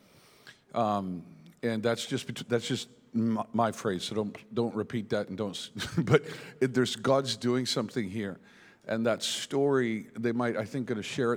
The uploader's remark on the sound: Here is an excerpt from the Behold Conference hosted in Tauranga, New Zealand.